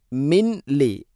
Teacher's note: സാക്കിന നൂന് ശേഷം ലാം, ഇദ്ഗാം ബിലാ ഗുന്ന, മണിക്കാതെ കൂട്ടി ലയിപ്പിക്കണം